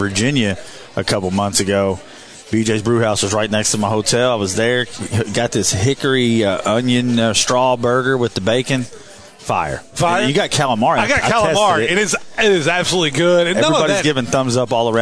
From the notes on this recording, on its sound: live from BJ Brewhouse in Evansville